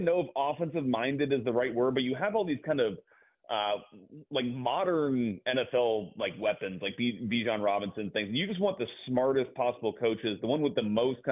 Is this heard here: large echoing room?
no